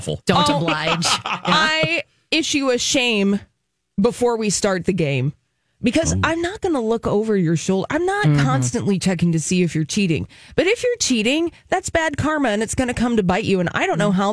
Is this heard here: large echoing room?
no